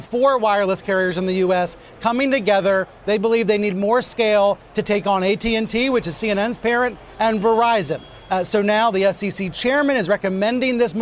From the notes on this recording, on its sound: live from the New York Stock Exchange